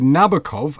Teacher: And he said, as to pronunciation, Frenchmen, of course, say Nabokov with the accent on the last syllable. Englishmen say Nabokov, accent on the first